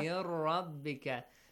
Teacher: Without ghunna. When the letter ra comes, okay, it's without ghunna.